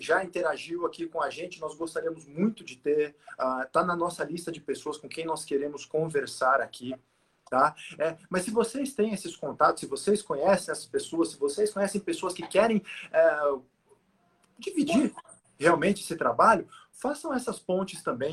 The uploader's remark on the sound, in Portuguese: transmitida através de Live no nosso Instagram